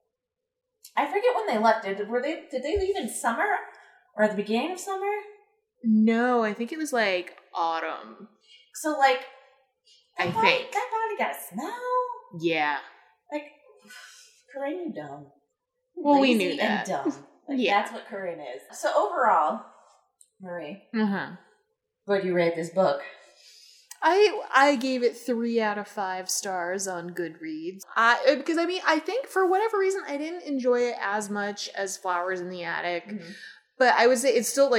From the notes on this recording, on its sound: Sit down in a new location (sorry about the odd audio quality).